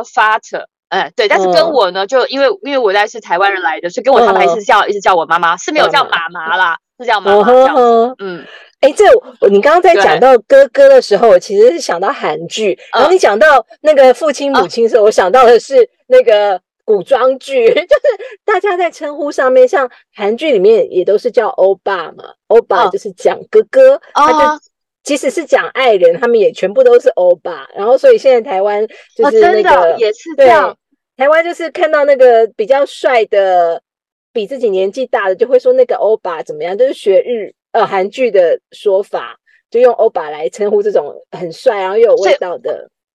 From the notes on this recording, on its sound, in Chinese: 在台灣國父紀念館的停車場，窗外是黑漆漆的夜晚，兩人居然都關在車子裡錄音。